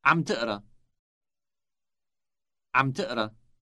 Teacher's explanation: Note that the B sound on the beginning of the verb is dropped.